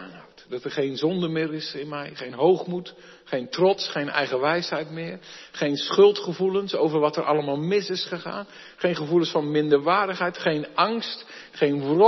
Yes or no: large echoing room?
yes